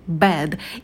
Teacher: В слове bed в конце будет звонкий звук «д», не оглушайте его. Bed. И на «э» мы минимально открываем рот и держим оскал.